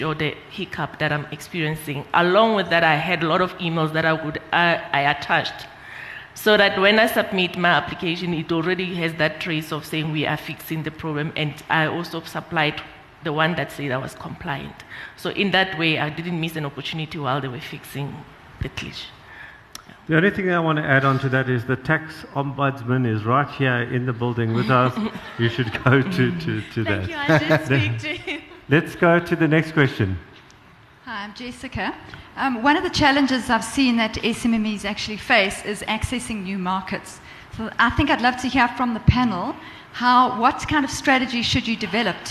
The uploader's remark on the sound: At the BDTV SME Summit that was recently hosted in Joburg, the delegates were given an opportunity to ask the panel any question they wanted to. Open Q & A session.